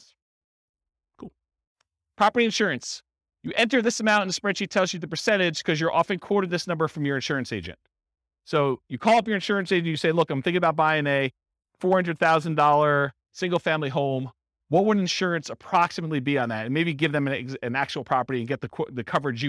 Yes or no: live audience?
yes